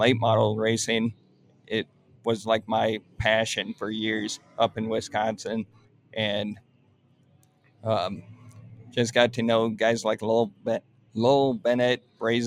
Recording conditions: busy venue